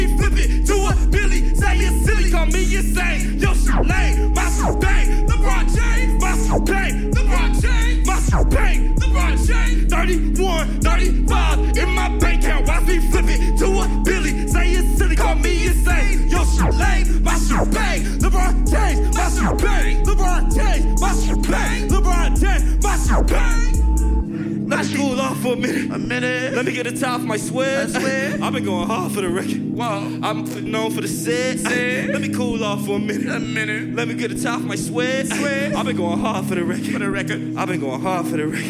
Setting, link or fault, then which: setting, busy venue